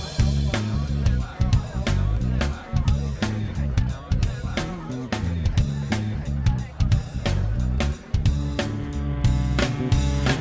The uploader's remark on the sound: We sat down in front of Starbucks in the Hilton hotel during the Anaheim NAMM Convention